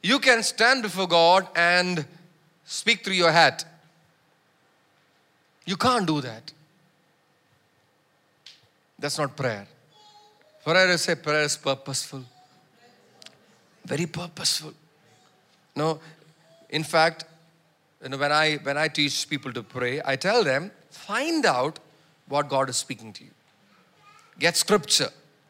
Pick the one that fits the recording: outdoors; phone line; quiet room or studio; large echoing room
large echoing room